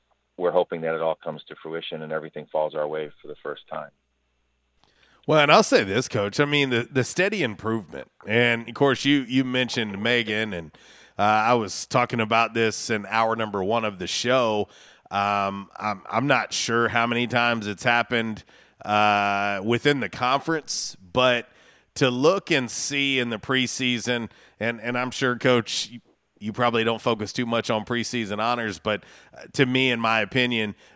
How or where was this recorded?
phone line